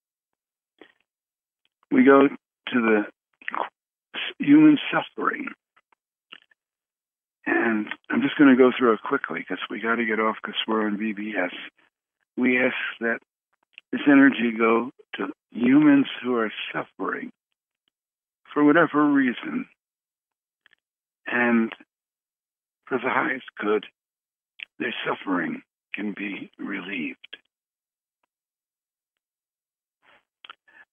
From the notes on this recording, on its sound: Conference Call LIVE.